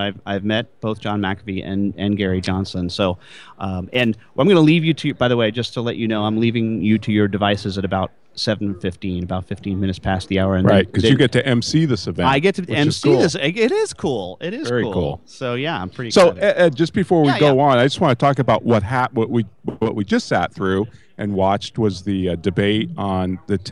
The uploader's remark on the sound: LIVE POTUS Debate at the Libertarian Party Texas Convention